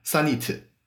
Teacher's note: 它对结尾那个单独的辅音的处理，其实跟汉语和日语是有点儿像的，它也是会喜欢在后面加一个元音